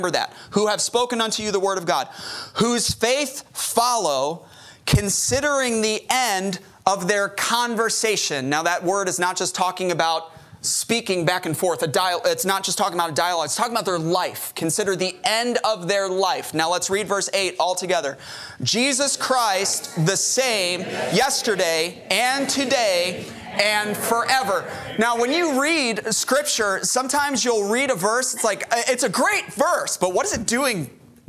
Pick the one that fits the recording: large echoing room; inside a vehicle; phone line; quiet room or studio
large echoing room